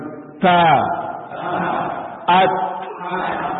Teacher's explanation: Syiddah tertahannya suara, kemudian hamas mengalirnya suara. Keluar suara halus setelah tertahan.